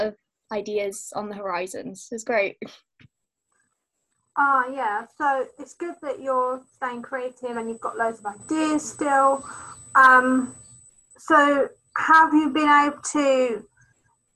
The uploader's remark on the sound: Zoom Chat Meeting. This time being able to chat using zoom so we could see each other finally. Zoom being a online chat meeting app.